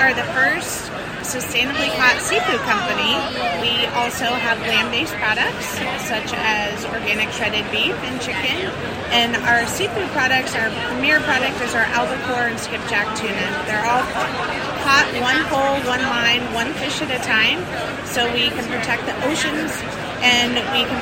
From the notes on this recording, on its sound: sound bites taken on the floor of Expo West